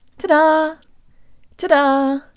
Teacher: The D in this phrase is just like a flipped Russian R, where the tongue flicks against the roof of the mouth. It's strange but true that English speakers perceive this sound as a D, but Russian speakers perceive it as an R.